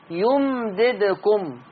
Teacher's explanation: انتبه، عدم تحريك الميم، لكن لا أطيل الزمن على الميم حتى لا تتحول إلى ميم مشددة